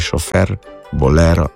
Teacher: Tako da ta široki E se seveda tudi v prevzetih, ko je naglašen, pojavlja. Se pa vedno široko izgovarja E pred R v tujih imenih, ko je naglašen